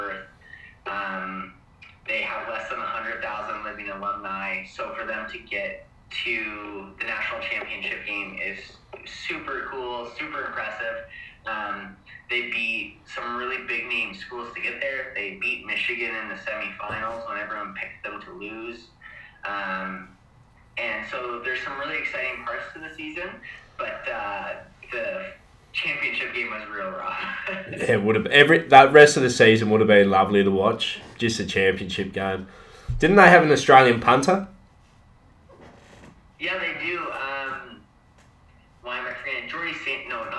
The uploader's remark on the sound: recording was hard to do